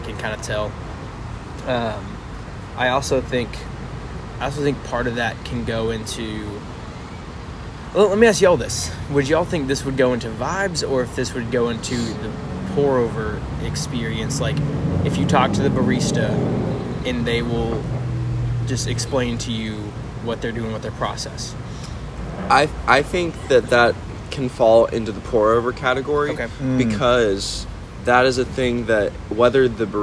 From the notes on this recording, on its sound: The boys are back together for a very special live recording outside Pax and Beneficia Coffee in Irving Texas. Although some background noise, we hope you enjoy.